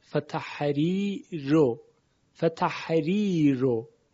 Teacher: را مضموم در فتحری رو به خاطر اینکه ما قبلش یا هست، اونم یا ساکن مدی، ترقیق می شود